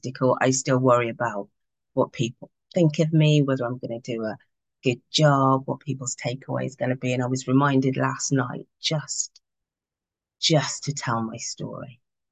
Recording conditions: video call